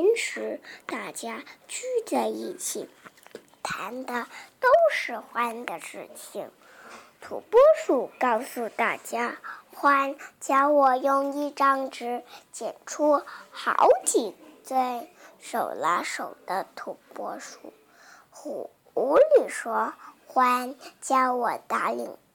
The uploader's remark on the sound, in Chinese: 选一个更安静的环境就更好了